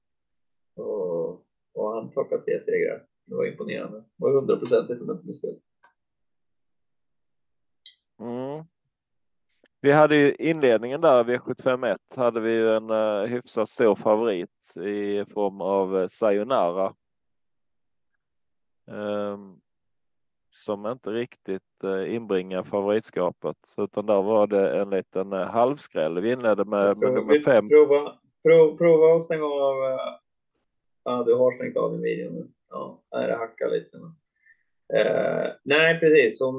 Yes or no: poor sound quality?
yes